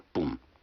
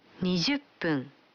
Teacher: Вы заметили, что когда фун добавляется к 10, дю, то произносится пун.